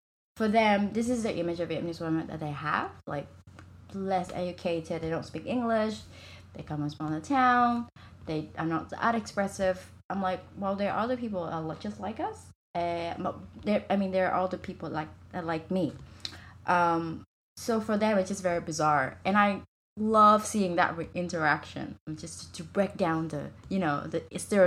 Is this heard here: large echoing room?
no